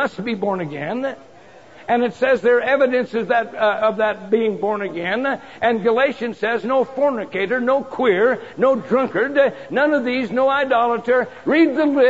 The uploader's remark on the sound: Preached in 2004 Prescott winter Conference